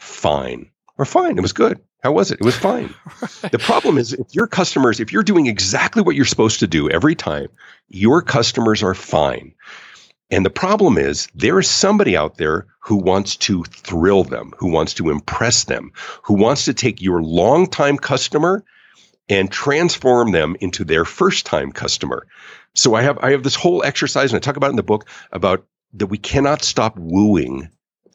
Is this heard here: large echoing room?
no